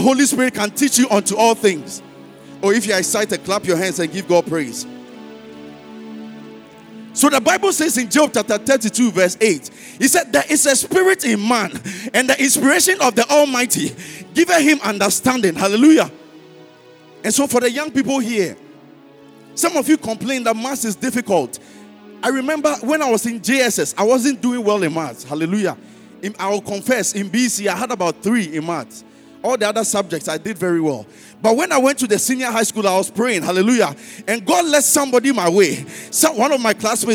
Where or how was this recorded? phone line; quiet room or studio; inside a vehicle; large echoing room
large echoing room